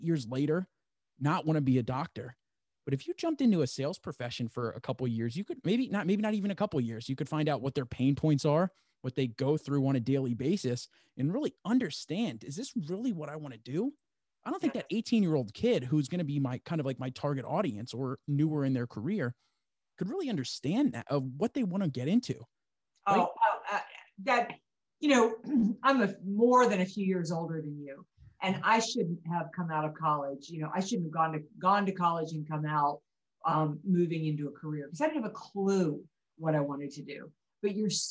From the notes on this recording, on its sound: Due to Zoom issues and time constraints, this is a very short episode!